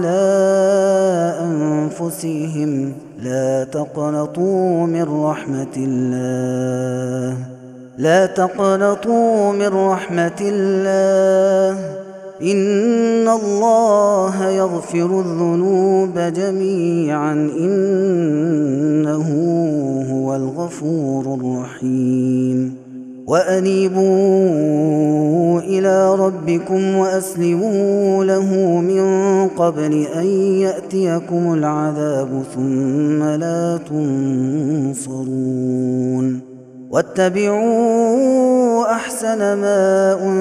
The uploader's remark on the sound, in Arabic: هذا التسجيل من صلاة التراويح